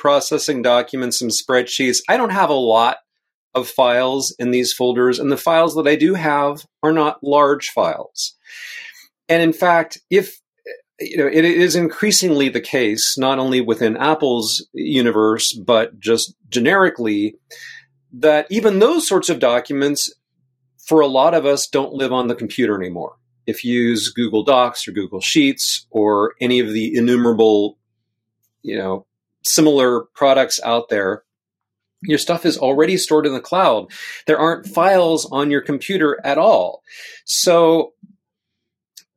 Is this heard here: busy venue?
no